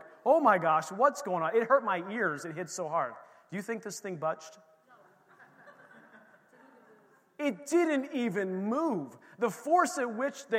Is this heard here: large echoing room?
yes